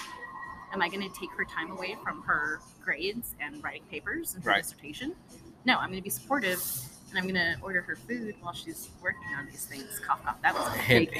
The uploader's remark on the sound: I sit down IN starbucks (pardon the noise).